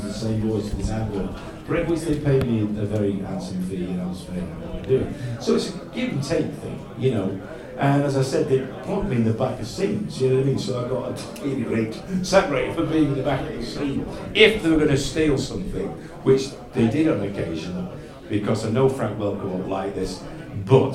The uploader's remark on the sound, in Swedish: Livepod Retcon 2023. Stor lokal med många deltagare så ljudet är inte det bäst.